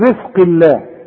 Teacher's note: رقق للراء والزين كمان ترق